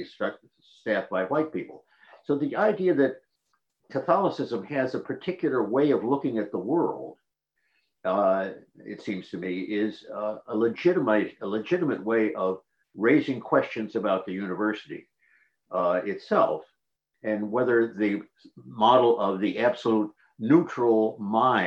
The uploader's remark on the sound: This event is presented by the Lumen Christi Institute Forum on the Church in Higher Education as part of its Liberal Arts Colloquium. This event was presented as a live webinar.